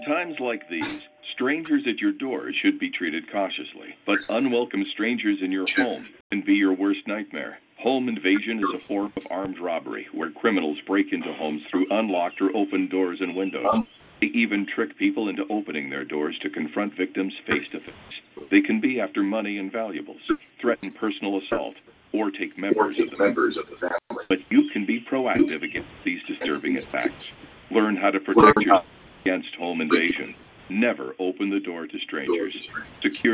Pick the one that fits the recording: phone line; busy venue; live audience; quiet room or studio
phone line